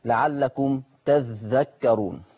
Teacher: لفظ تذكرون لورش عن نافع يقرأ بتشديد الذال، يقرأ بتشديد الذال لعلكم تذكرون.